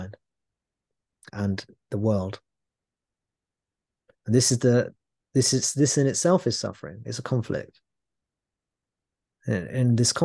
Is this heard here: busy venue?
no